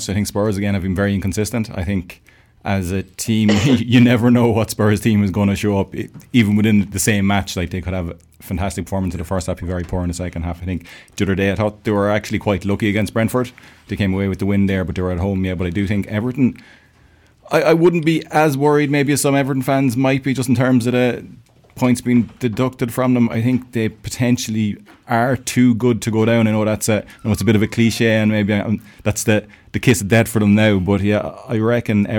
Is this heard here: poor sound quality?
no